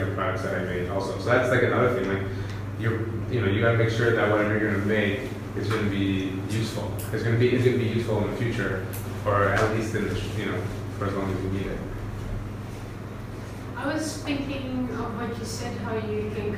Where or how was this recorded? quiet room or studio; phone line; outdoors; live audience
live audience